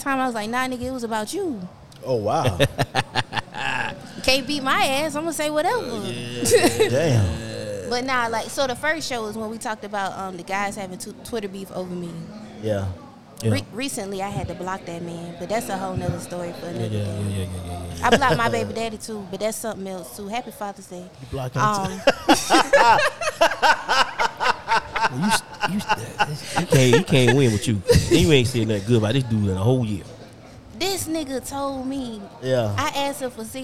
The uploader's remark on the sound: Doing a live show at their favorite spot. They are joined by past guests and listeners.